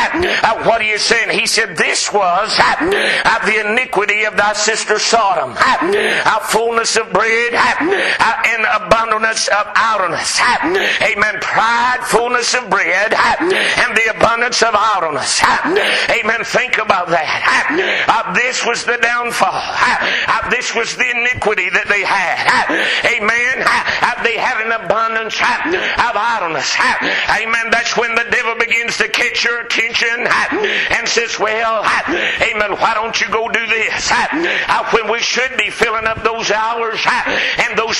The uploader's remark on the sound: Preached at McCoys Chapel